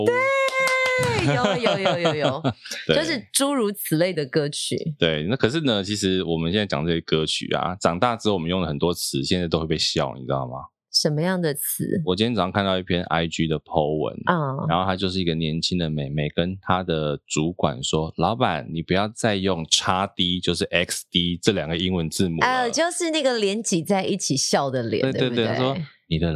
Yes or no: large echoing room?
no